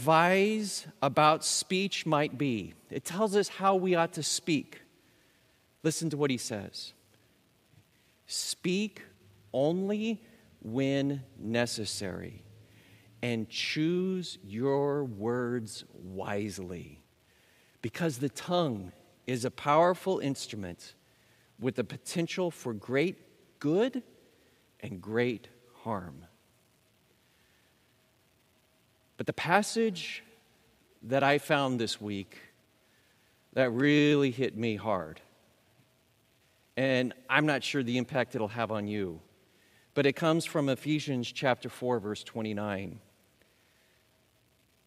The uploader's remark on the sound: Recorded live at Beatitudes Church in Phoenix, AZ.